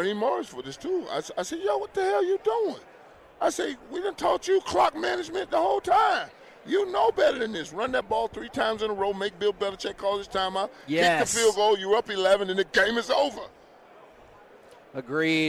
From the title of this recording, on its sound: LIVE from Radio Row